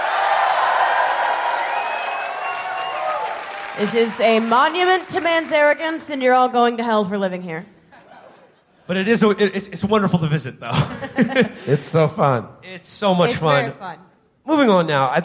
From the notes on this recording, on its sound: Live from Las Vegas. Our live show from the House of Blues in Las Vegas.